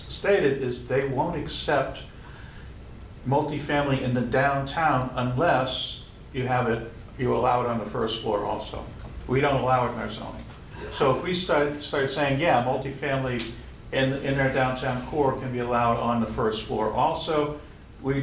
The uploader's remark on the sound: This session of the radio show shares the audio recording of the Economic Development Subcommittee. In the Council Chambers with all 4 members participating in the Council Chambers.